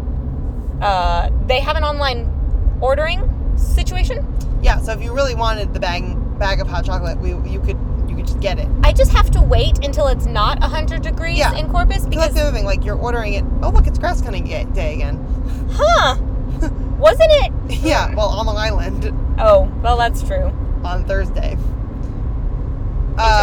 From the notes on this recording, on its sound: Car-cast (On The Road Home From New England Wizard Fest). In another chaotic episode from the car (with more driving interjections).